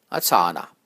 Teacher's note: If you make the second A long, then you get asana, which is incorrect.